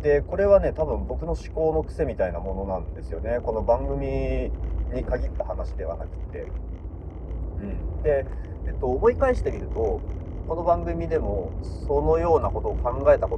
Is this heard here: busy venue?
no